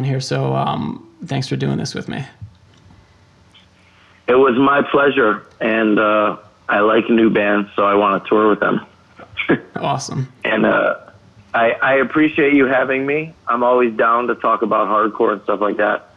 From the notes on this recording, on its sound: phoned in to join the TVTV podcast